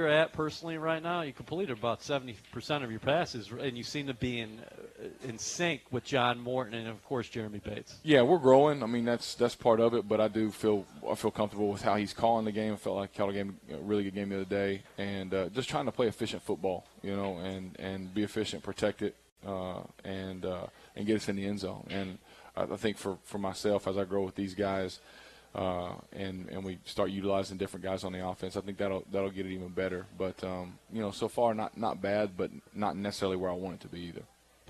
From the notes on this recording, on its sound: Live from Vanderbilt's in Florham Park, NJ